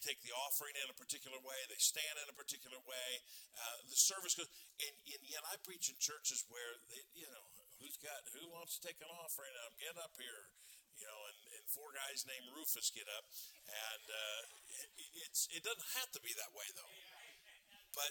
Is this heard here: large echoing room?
yes